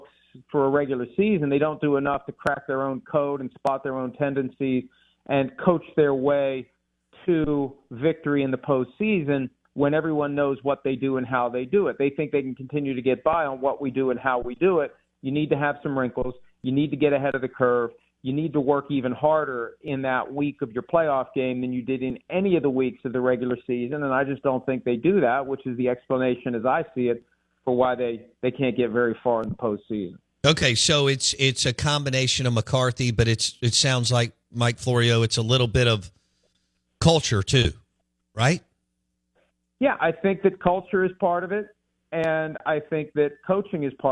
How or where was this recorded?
phone line